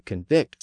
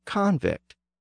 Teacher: the person becomes a convict, with the stress on the first syllable. · Shown in: second take